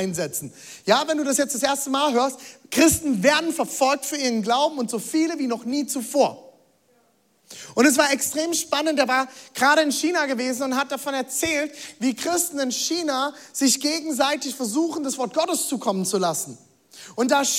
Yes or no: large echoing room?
yes